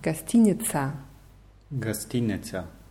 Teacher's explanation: Nur weil dieses O unbetont ist, wird es als A ausgesprochen. Also es wird nicht als ein richtig betontes A ausgesprochen, das ist so ein, ja, ein bisschen reduziertes A.